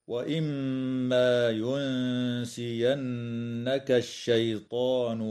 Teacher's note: تغن الميم المشددة في كلمة وإما، وكذا النون المشددة في كلمة ينسينك، وتخفى النون الساكنة عند السين مع ترقيق الغنة في كلمة ينسينك